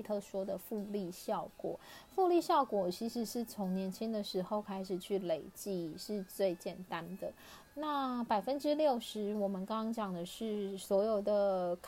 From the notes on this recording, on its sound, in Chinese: 這一集換了錄音方式，所以有些沙沙的聲音